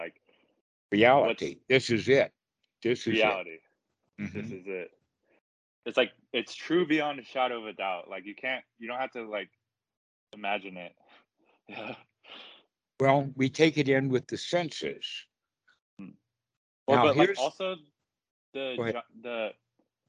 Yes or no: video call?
yes